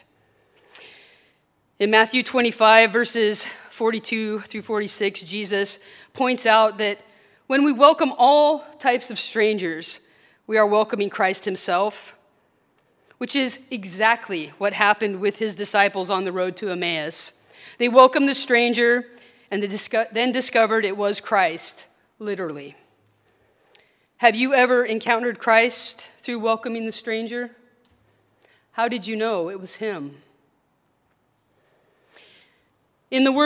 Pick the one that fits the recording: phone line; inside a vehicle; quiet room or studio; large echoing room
large echoing room